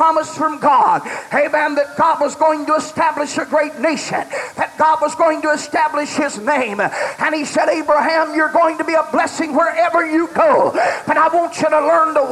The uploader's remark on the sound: preached at the Church Of The Lord Jesus Christ in Lucedale, MS, June 5, 2002.